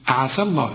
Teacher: علشان لفظ الجلالة هنا مفخم، فما نقولش عصى الله، شوف صاد عصى الله، لا، عسى الله. هنا الياء بتلغى لأنها سكنة واللام بتاعت لفظ الجلالة سكنة، فإذا وقفت تقول عسى تثبت الياء أو المد ده، لكن عند الوصل بنلغي المد عسى الله لأنه مد ساكن ده.